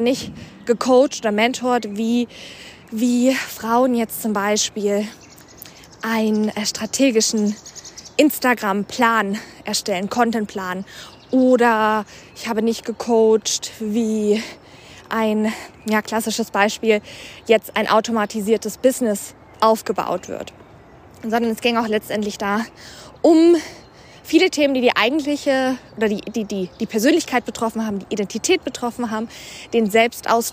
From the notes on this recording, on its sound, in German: Und auch diese Episode ist wieder im Walk & Talk entstanden. Die Fragen, meine Antworten und du waren bei meinem Spaziergang dabei.